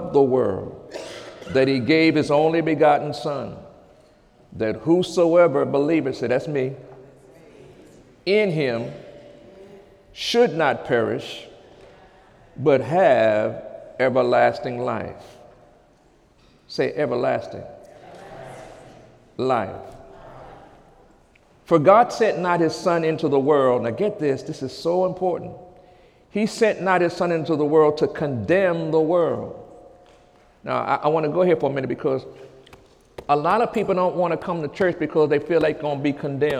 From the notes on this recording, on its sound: During Sunday morning service on April 1, 2018